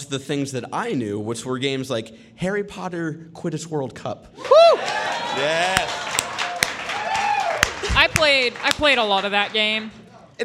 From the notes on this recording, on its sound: This episode of Beyond was recorded in front of a live audience!